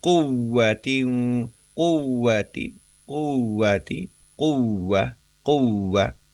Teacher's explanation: Jadi yang membedakan antara wawu tasdid tanpa melibatkan nun sukun atau tanwin itu kita nahannya sebentar. Berbeda kalau wawu tasdidnya atau wawu bertemu dengan atau didahului oleh nun sukun atau tanwin.